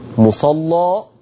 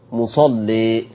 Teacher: يبقى انا لما فتحت غلظت، ولما قللت رققت. · Term: تغليظ